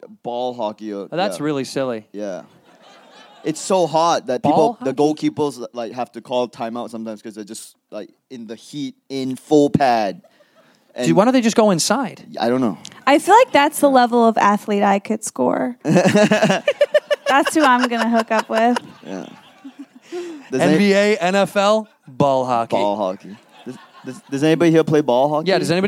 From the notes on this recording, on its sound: Live in Toronto at JFL42. To a live audience.